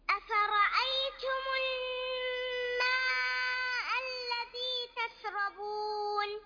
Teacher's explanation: مد الماء، مدها أربع أو خمس حركات